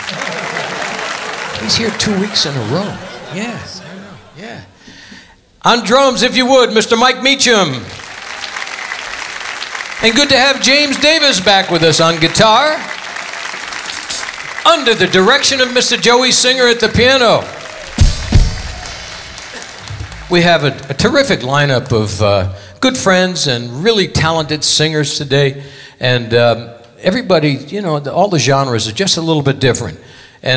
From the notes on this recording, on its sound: Live at the SouthPoint Casino